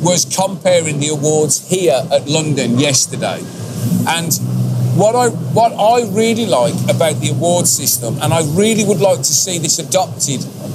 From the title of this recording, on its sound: Live from the BIG LONDON Tattoo Show!